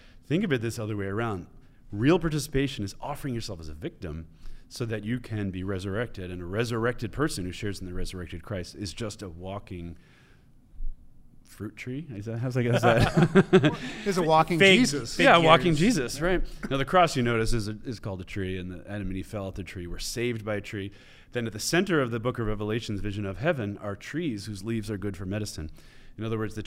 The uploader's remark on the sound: On his home turf at Benedictine College. This episode was filmed in front of a live studio audience by the fellows and production staff of Ex Corde.